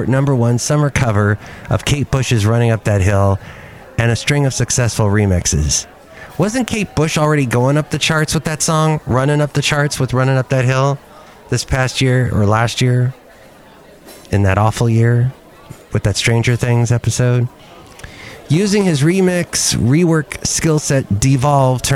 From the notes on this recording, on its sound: podcast live from Cafe Anyway